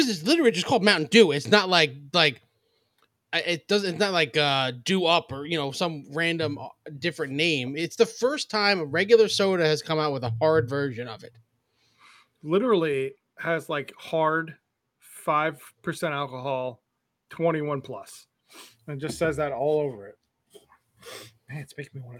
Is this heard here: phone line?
no